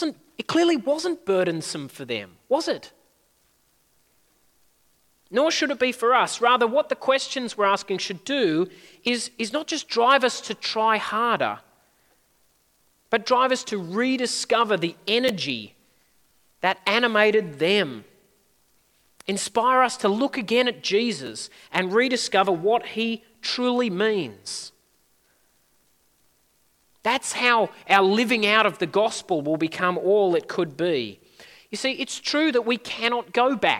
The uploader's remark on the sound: At a Church in the Graveyard service